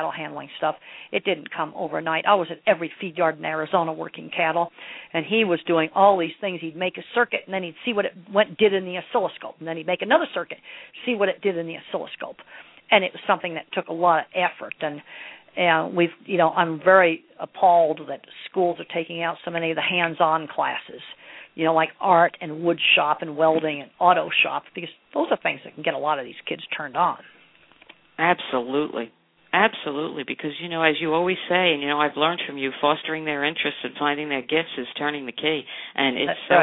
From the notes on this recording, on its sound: surprised me with a phone call and we took it to the airwaves